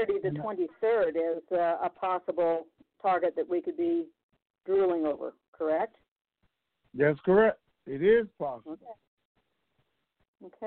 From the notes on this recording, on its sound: TNTSuperfantastic Conference Call.